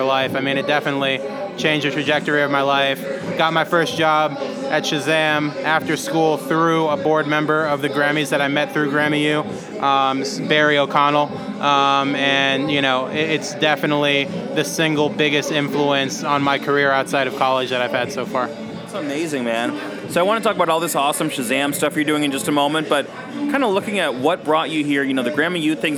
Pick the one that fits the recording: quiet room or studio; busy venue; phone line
busy venue